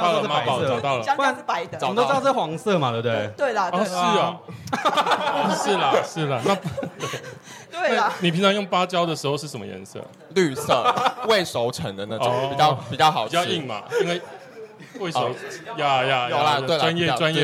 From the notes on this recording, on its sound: 參加在台南 咖哩鬥陣 提供場地的Live Podcast活動.